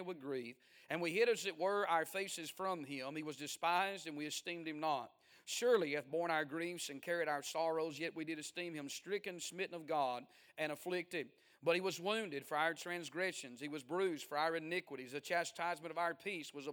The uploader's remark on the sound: A sermon preached On The 62nd Annual Homecoming Sunday Morning February 19, 2023.